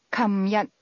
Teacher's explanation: The term yesterday, for example, is pronounced kamyat in Hong Kong, beginning with a k sound.